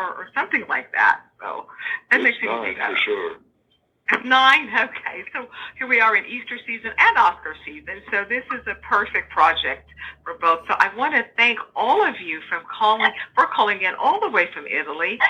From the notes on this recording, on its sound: Phoned in directly from Rome earlier this week to chat about the film.